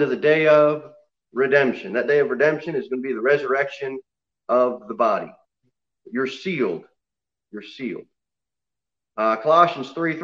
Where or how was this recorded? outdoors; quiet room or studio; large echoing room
large echoing room